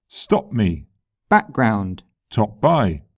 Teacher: GB English speakers may also use a glottal stop for p and k if the next sound is made in the same place of the mouth.